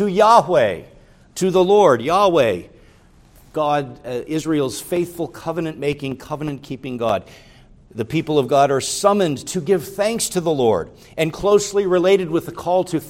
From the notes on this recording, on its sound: preached at Grace Orthodox Presbyterian Church in Sewickley, PA, during the evening Worship Service on Sunday, June 11, 2023.